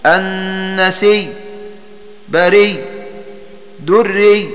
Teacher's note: ومثال الهمزة الواقعة بعد ياء زائدة والهمزة في آخر الكلمة النسي، بري، دري. فحمزة عند الوقف يبدل الهمزة في هذه الأمثلة ونحوها ياء، ويدغم الياء التي قبلها فيها